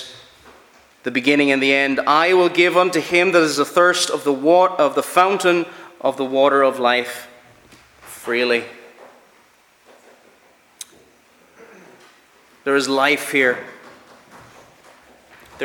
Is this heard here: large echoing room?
yes